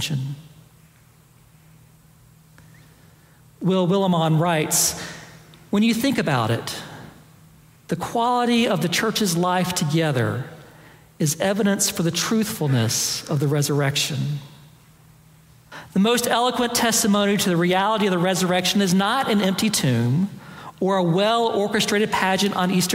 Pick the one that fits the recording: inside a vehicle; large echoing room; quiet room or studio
large echoing room